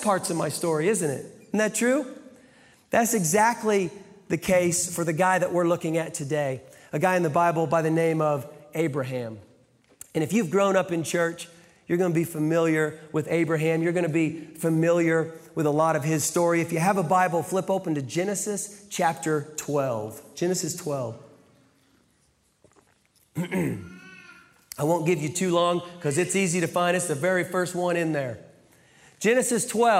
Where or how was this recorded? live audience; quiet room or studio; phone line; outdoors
live audience